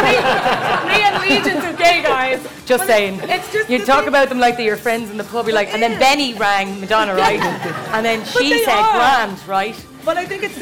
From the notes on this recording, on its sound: For our first ever live show at Science Gallery Dublin's The Art of the Sample night event. Thanks to the staff of the Science Gallery. On sound and our first live audience.